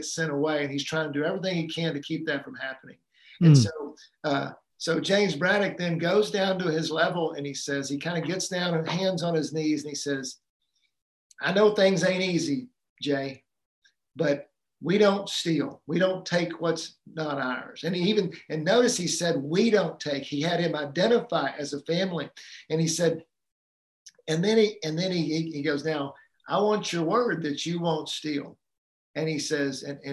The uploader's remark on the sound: Live Community Call Q&A